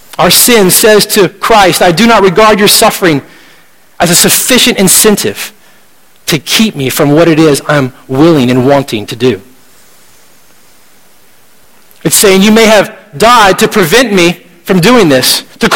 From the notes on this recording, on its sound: at Redemption Hill Church on Sunday, February 12th, 2012